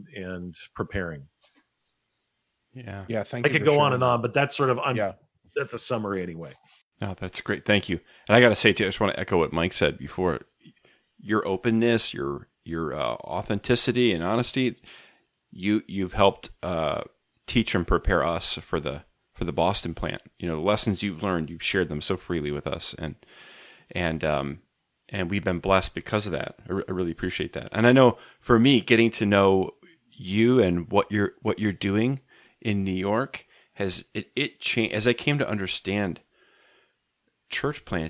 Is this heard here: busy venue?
no